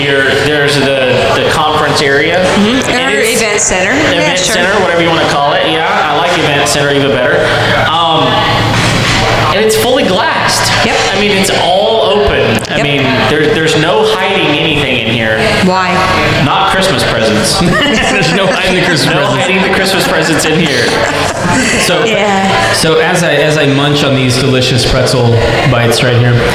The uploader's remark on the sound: That time we did a live show